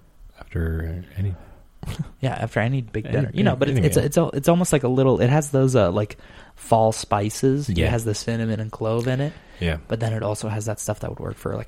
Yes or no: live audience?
no